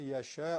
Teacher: شین چون نازکه، الف هم از اون تبعیت میکنه، نازک میشه، ترقیق میشه